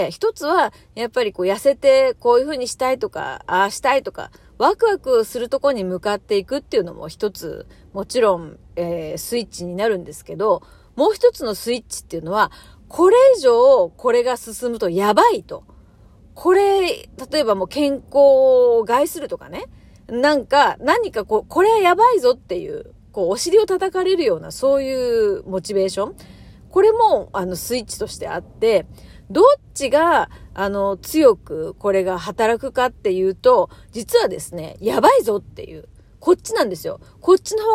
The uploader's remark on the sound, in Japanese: 暗い車の中からトーク。